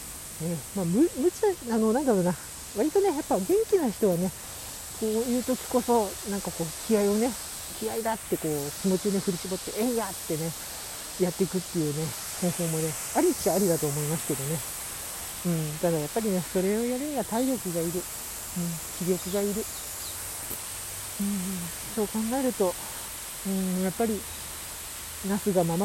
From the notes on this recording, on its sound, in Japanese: 久々の外収録 from Radiotalk。